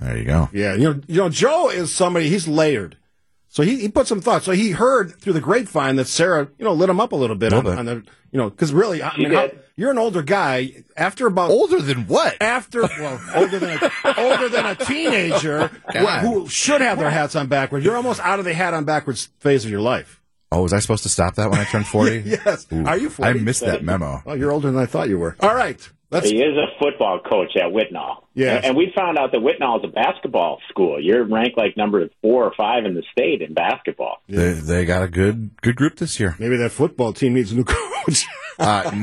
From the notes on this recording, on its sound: In studio. Over the phone.